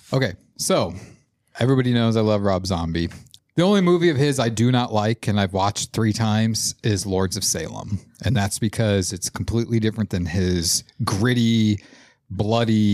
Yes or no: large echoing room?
no